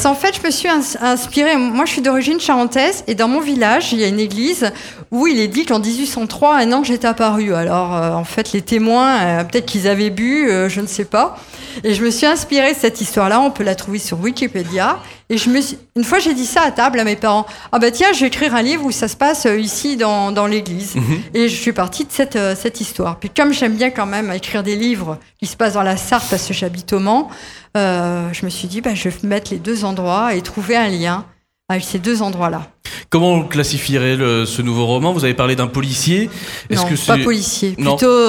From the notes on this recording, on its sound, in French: Était sur les radios de la FRAMA en direct du salon du livre samedi 1er octobre 2022.